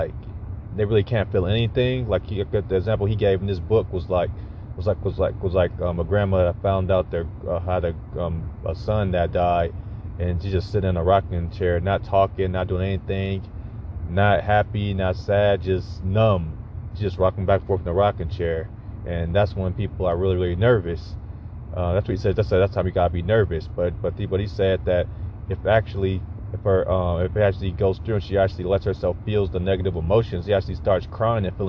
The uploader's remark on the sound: I am up in the car working on the course.